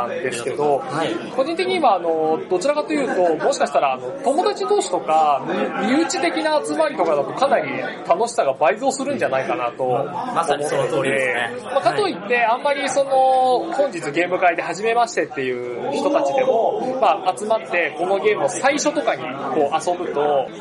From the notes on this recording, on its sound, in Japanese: 音量注意！ 環境音が大きいのでご注意ください。今回収録を行ったのは、イエローサブマリン秋葉原RPGショップで開催された『ゲムマ2015秋新作事前体験会』！前回にも増して周囲の音が大きく、お聞き苦しい部分もあるかとは思いますが、重ねてご容赦ください。